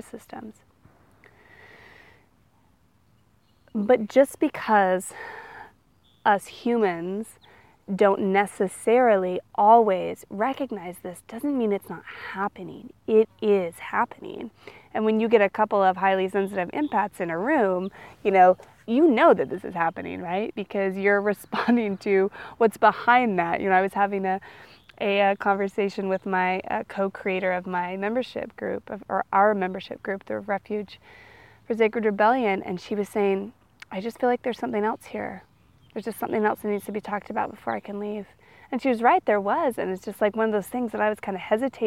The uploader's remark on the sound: I recorded this one outside so you also get the benefit of all the twitterpated birds in the background.